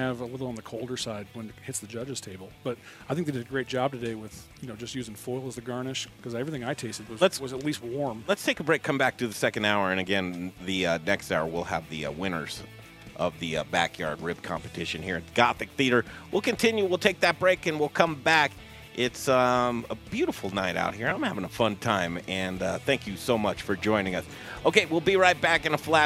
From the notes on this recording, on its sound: Live from Proud Souls Barbecue and Provisions Rib Competition! 2nd annual backyard rib competition!